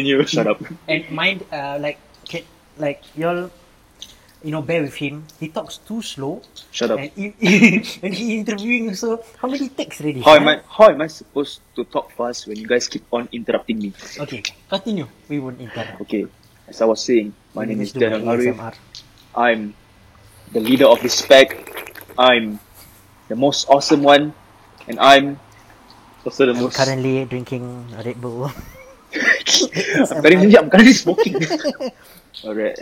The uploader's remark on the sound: First podcast that we recorded at a void deck with our iPhones, hence the audio quality.